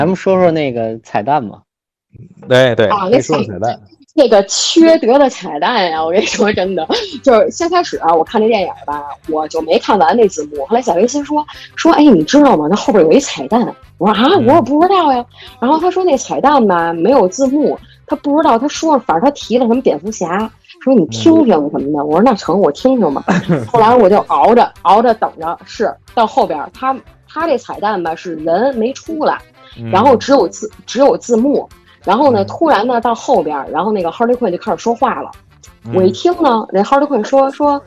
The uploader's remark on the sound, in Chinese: 特殊时期，线上录音，效果不好